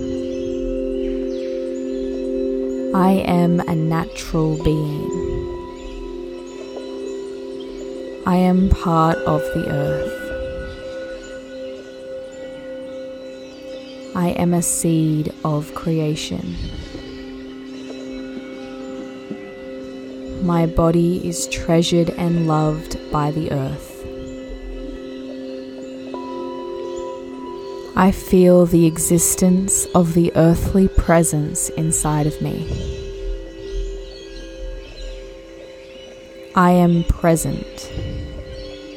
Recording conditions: sounds in the background